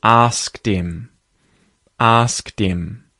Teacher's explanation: H can be deleted. It can be muted. So you'll hear instead of asked him, you'll hear asked him, asked him.